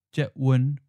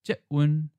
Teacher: In Taiwanese, the word for MRT is jetwen. It should be pronounced jetwen with a 4th and then 7th tone · Shown in: first take · because the first syllable, jet, is an 8th tone. · Term: tone change